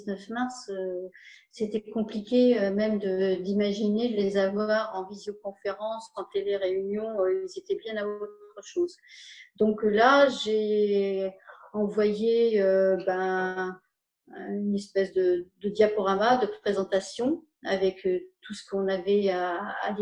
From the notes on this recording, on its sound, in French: Vous voudrez bien excuser la qualité du réseau. Je ne connais pas encore la fibre et il y a eu des coupures chez moi.